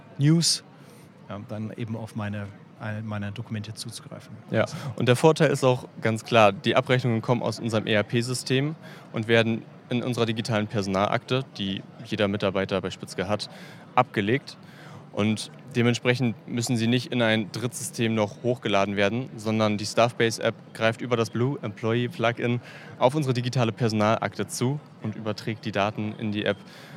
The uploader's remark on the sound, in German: Live-Interviews auf der Voices. Live auf der Voices 2023.